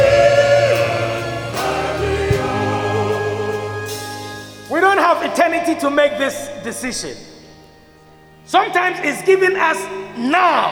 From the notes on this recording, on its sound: Sermon preached at CBC Shiashie Campus.